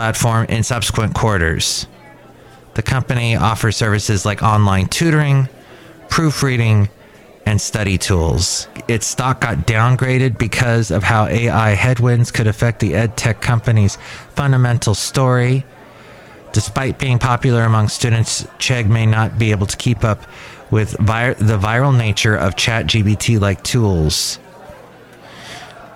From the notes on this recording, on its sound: podcasts live from Café Anyway